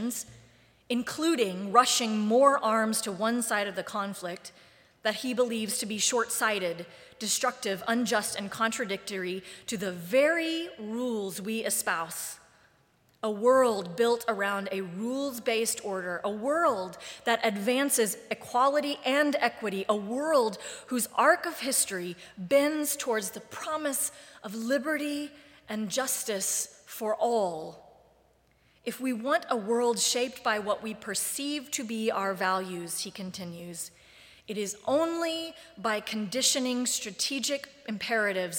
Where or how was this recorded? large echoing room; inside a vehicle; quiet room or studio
large echoing room